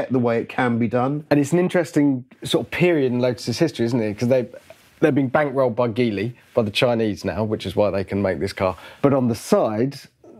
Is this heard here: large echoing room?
no